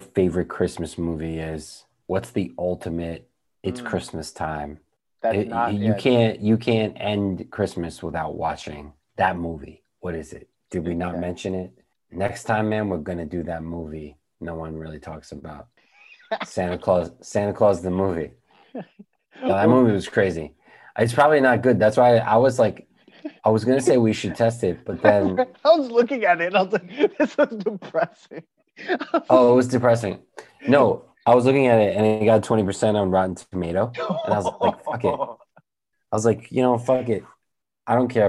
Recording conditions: video call